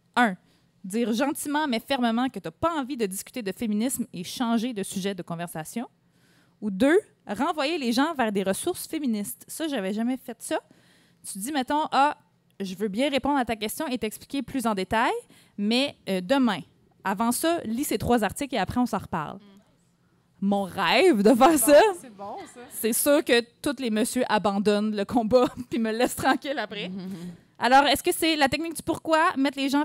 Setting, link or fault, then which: setting, live audience